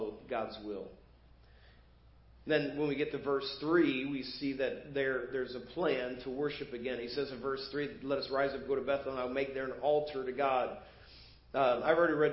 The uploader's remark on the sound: Preached at First Baptist Church of Hazel Park